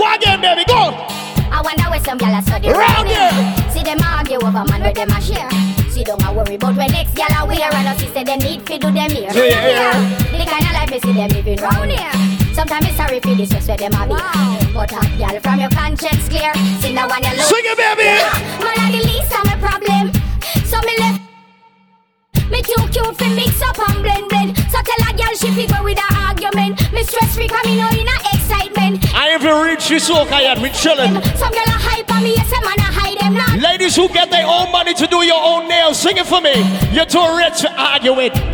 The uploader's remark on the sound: LIVE AUDIO RUDY BBQ 2023